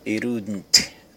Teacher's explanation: Observe que it wouldn't, pronunciado rápido aí, o T aí do it, com som meio de R, emenda com o W de would